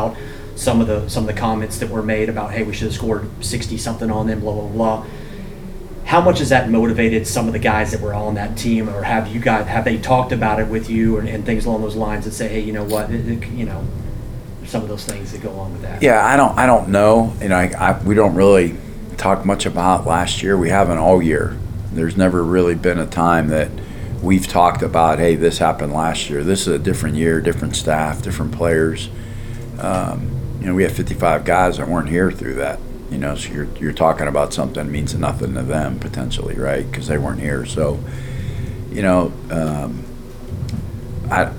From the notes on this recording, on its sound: Wednesday Press Conference